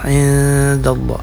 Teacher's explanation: Ada ikhfa pada kata indallah, nun sukun bertemu dengan huruf dal ya, indallah. Ikhfa yaitu samar-samar bunyinya antara nun sukun dengan huruf yang ditemuinya yaitu huruf dal.